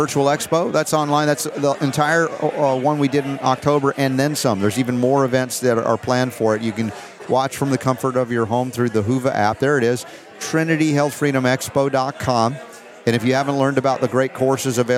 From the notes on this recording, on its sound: LIVE From Nashville, Reawaken America Tour